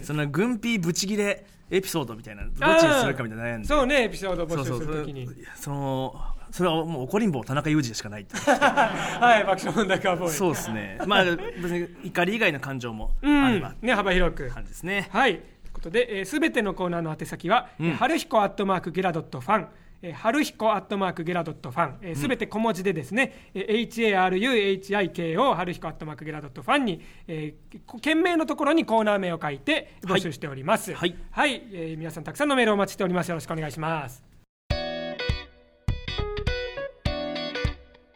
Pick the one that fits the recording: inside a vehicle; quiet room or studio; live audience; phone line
live audience